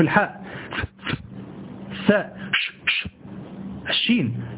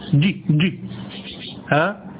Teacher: هذا صوت هواء، الحنجرة لا تعمل، الأحبال الصوتية لا تعمل · Shown in: first take · Term: حروف الهمس